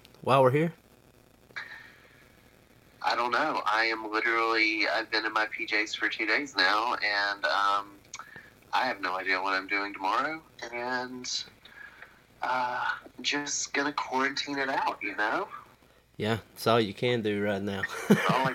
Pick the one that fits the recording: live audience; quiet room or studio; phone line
phone line